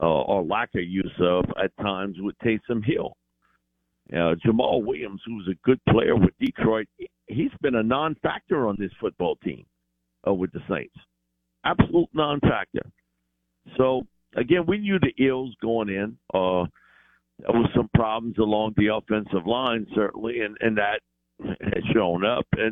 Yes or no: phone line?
yes